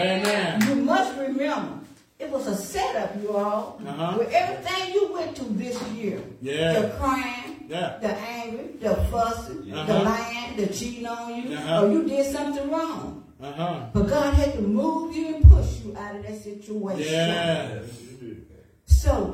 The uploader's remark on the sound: Sunday Morning Service